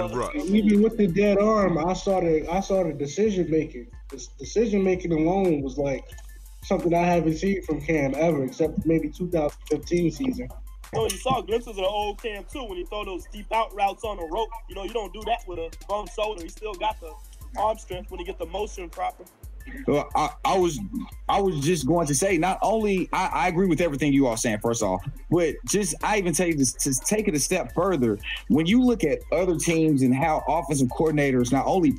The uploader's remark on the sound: Our sound quality isn't the greatest just yet.